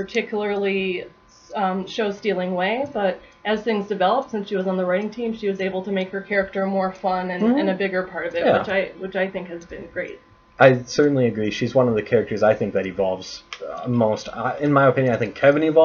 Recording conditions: poor sound quality